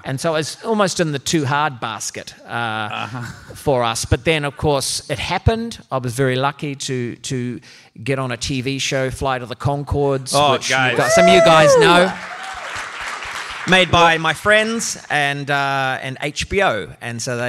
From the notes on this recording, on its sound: Armchair Expert Live from San Antonio at the Dad 2.0 Conference.